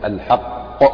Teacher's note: أقوى ما تكون فيه القلقلة كوقفك على كلمة الحق